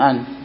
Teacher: ورد عن بني تميم أنهم يبدلون العين من الهمزة، يعني في كلمة عن يقولون أن، وهذه موجودة لا زالت في بعض بلاد تهامين الآن، ينطقون العين همزة، هذه كانت موجودة عند بعض قبائل العرب كتميم وغيرهم. · Term: عنعنة بني تميم